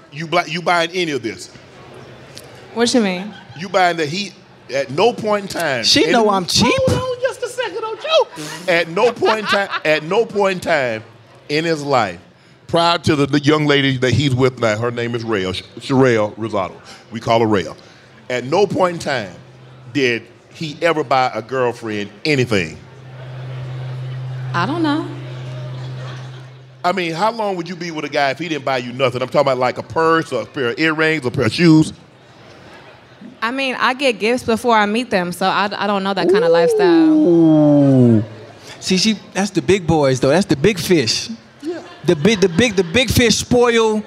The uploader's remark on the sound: LIVE from Resorts World Las Vegas